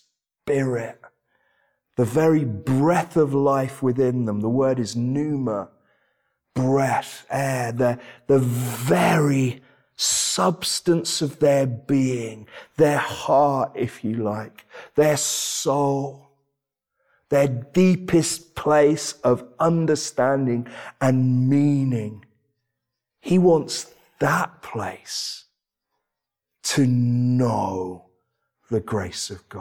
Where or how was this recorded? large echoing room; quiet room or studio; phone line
large echoing room